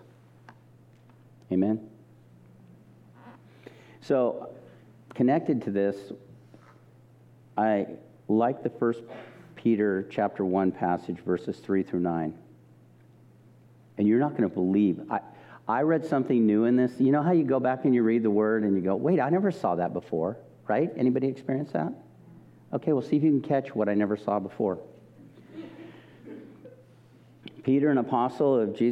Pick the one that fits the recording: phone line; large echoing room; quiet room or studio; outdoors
large echoing room